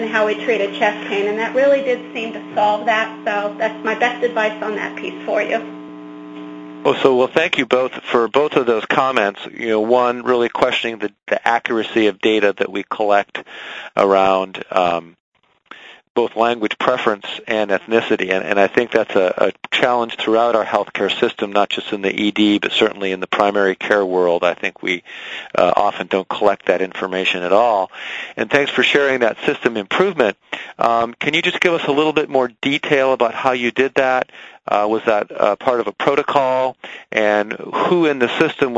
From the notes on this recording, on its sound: Author in the Room® Teleconference